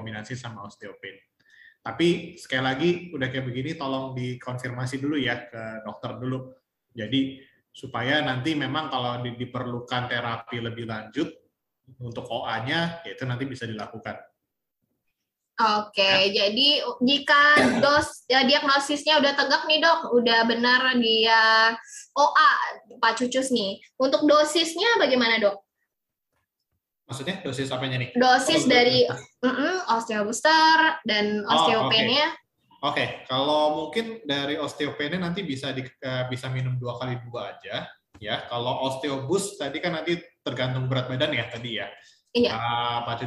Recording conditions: video call